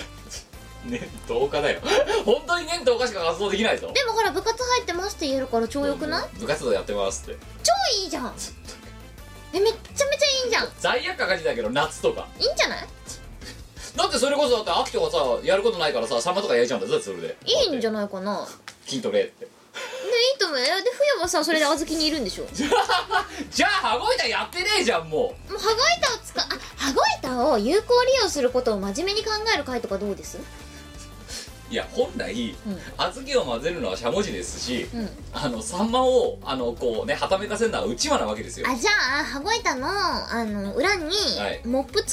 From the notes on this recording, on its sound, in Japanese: 収録時の機材トラブルか、全体的にノイズが乗っています。ある程度対処してはおりますが、トーク部分にかかったものは、ほぼそのままとなっております。